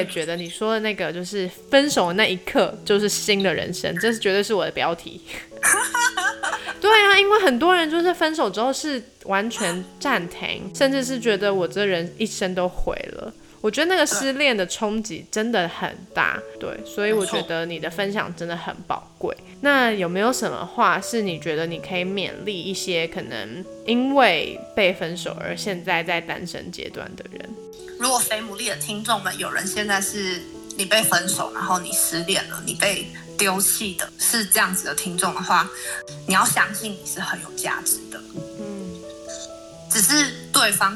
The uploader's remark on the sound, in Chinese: 本集因收音問題，可能會出現較大氣音，請見諒